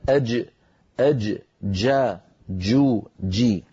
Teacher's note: الجيم أيها الإخوة الكرام حرف من وسط اللسان، هكذا تنطقه العرب، ومخرجه مقفول تماما